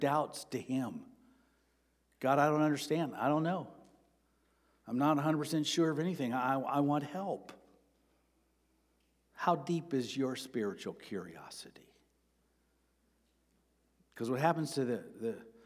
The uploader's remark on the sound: Sermon preached on March 26, 2023 at Avondale Baptist Church.